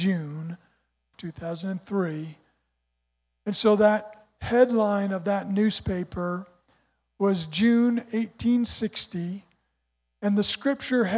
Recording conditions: large echoing room